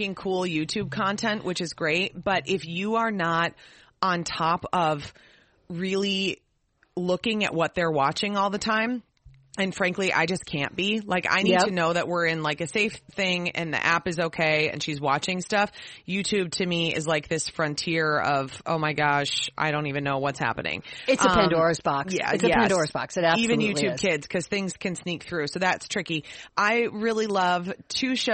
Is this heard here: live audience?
no